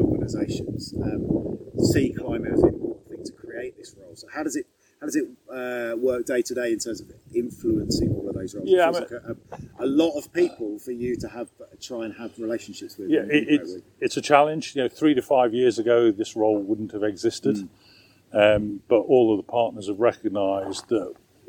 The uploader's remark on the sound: You can hear the wind blowing rough and ready as they sat outside the Cathedral!! Connected is produced by the Youth Connectors at the Diocese of Gloucester.